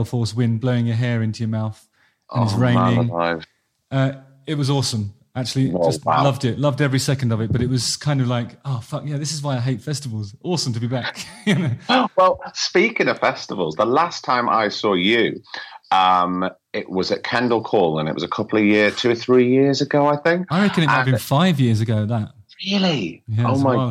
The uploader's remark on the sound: Sat down over Skype (sorry for the ropey internet audio).